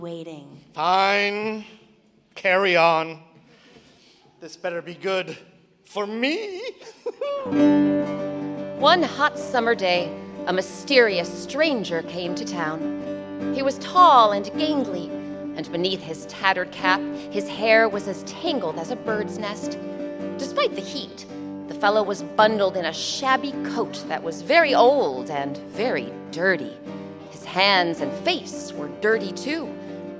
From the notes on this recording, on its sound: Recorded live at The Cowell Theater in San Francisco.